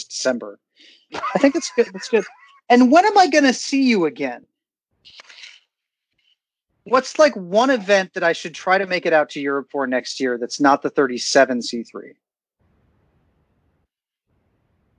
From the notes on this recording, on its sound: A return to Spanish speaking countries and low quality audio! Phones in from Mallorca.